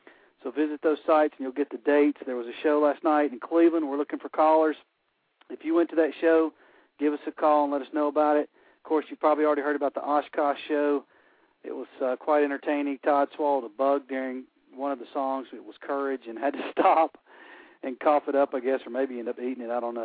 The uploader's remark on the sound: fans call